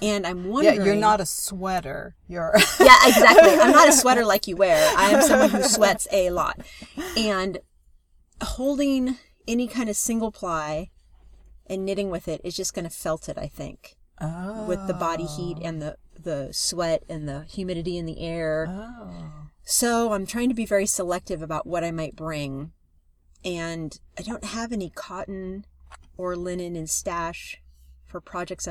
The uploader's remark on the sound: we record in the redwoods